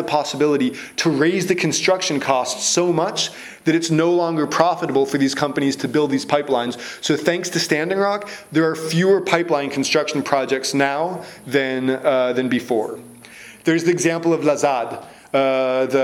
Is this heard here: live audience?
yes